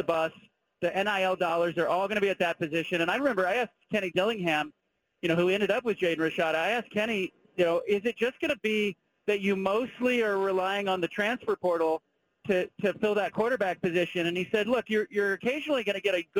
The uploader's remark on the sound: Call-In from Salt Lake City. Calls in live from Rice Eccles Stadium.